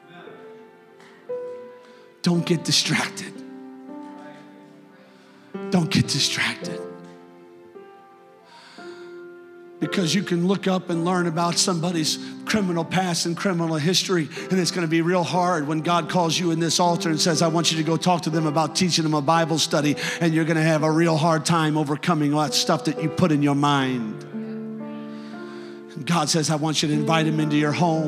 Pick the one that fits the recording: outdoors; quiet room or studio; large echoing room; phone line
large echoing room